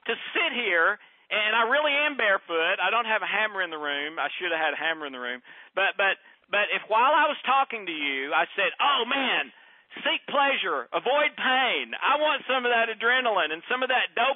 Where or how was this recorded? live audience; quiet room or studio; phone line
phone line